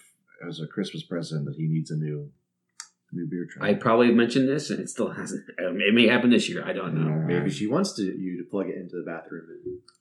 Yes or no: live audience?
no